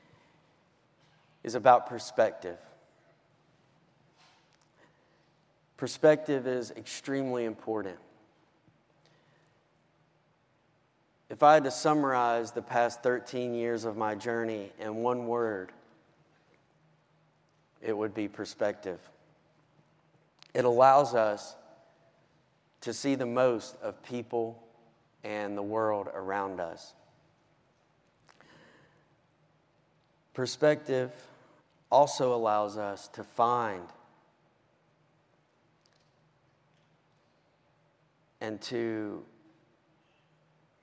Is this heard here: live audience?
yes